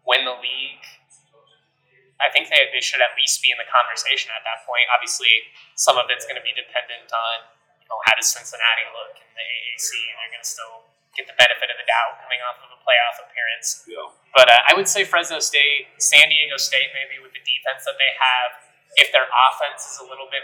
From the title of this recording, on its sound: Live from Mountain West Media Days